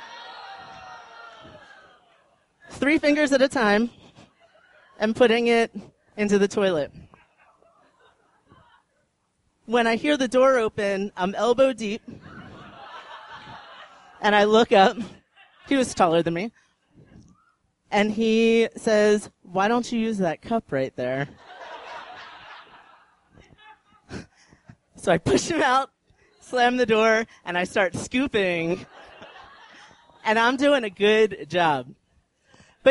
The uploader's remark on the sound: These stories were recorded on January 17, 2013 at The Deer Pile in Denver, Colorado.